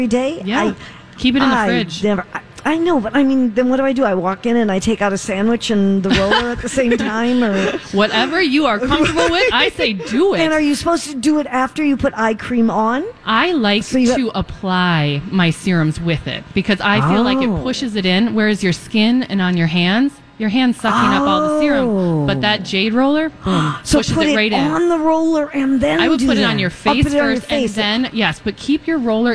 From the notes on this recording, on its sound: broadcasting live at the Galleria for Small Business Saturday